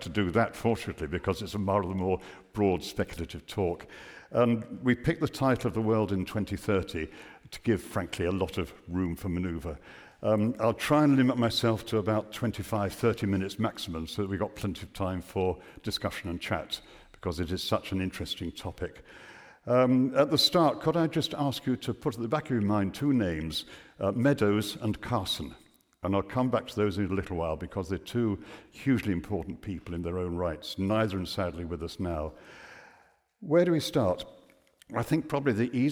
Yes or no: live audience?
yes